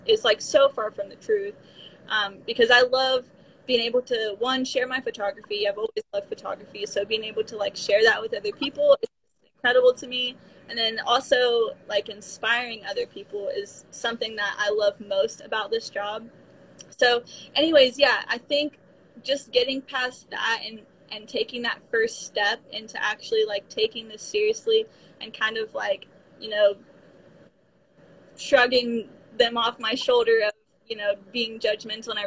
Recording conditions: video call